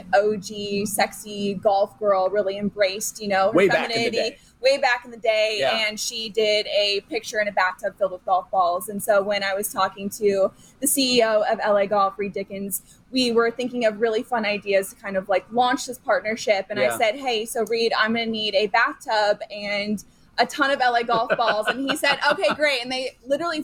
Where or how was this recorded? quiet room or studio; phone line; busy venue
busy venue